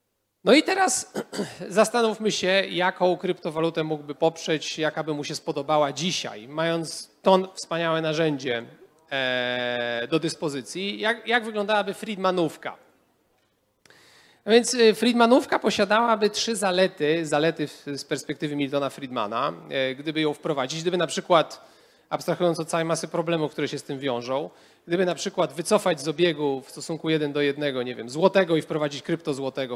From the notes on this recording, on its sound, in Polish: Odcinek jest nagraniem wystąpienia podczas Weekendu Kapitalizmu 2021